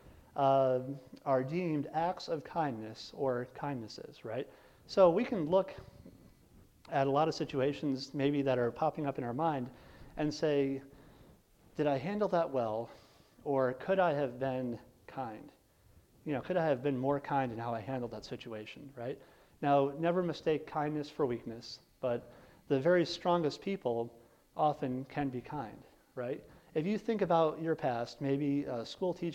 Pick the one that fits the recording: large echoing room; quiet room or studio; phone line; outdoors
large echoing room